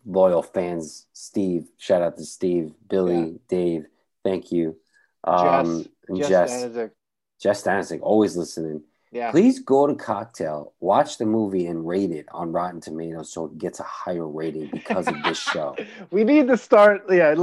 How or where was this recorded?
video call